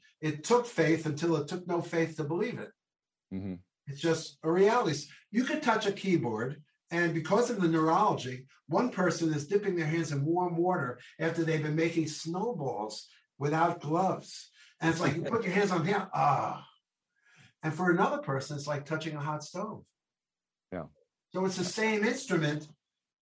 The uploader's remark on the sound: This program was recorded via video conference on February 3rd, 2022 by the Commonwealth Club of California.